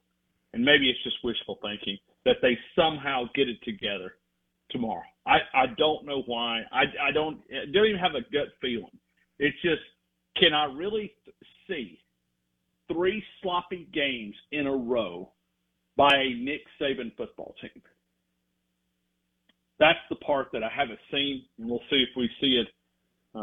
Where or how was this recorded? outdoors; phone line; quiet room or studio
phone line